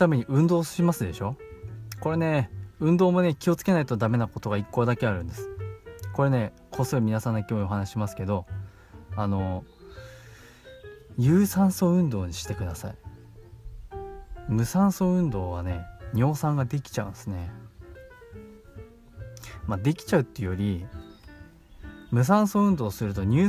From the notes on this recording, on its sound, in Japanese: 40度にもなる群馬は、本当に暑くてたまりません。そんな中、少しでも涼しく感じられるように、高原の湖畔で録音してみました。蝉の音や鳥の声が入って居て。